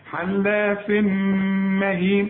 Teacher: التنوين بقى حلاف بعده ميم، ادغم ادغم كامل، هات التنوين في الميم